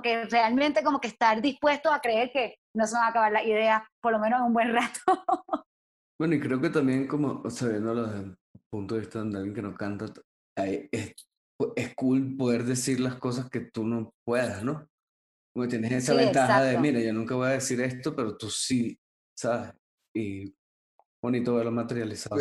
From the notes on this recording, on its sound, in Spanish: El Music Deal se conecta vía Zoom